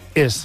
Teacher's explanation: un barceloní fa tancada la E del verb ser · Term: E tancada